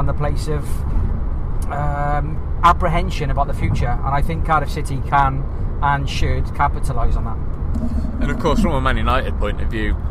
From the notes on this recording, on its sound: VFTN returns with this special episode recorded on the M6 as the team travel to and from the Etihad Stadium for the Football Blogging Awards.